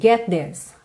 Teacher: O T, consoante oclusiva aqui também quase não aparece. E o get já ligou no this